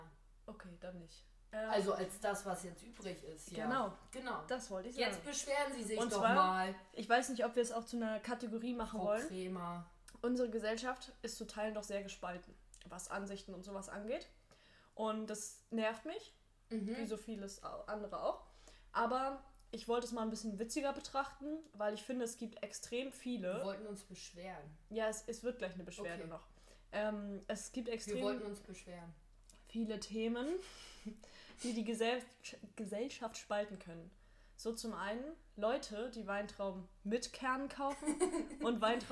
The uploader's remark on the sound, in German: technische Schwierigkeiten gehen uns mächtig auf die Nerven